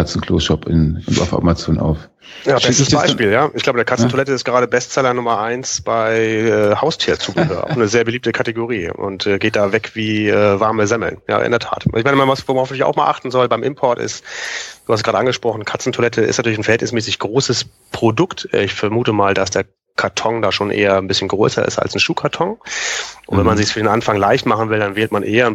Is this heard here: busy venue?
no